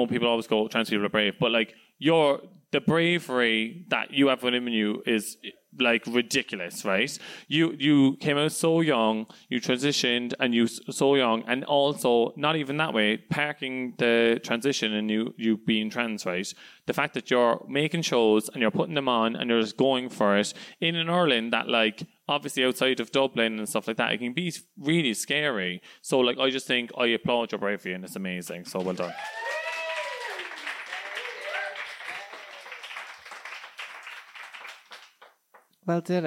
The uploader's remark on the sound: In my second live show. In front of a lively crowd of predrinkers.